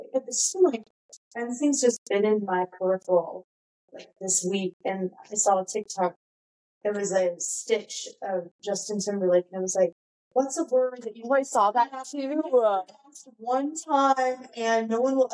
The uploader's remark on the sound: in trying out a new video format, we ran into a few issues with the sound quality.